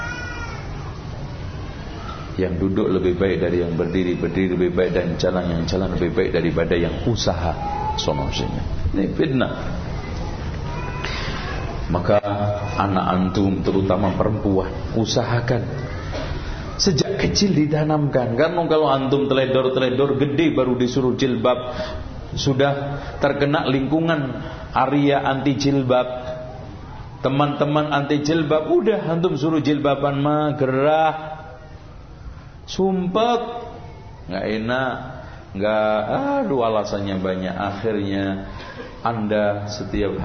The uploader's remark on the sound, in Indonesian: yang diselenggarakan di Masjid Raya Cipaganti, Bandung pada tgl 14-15 April 2012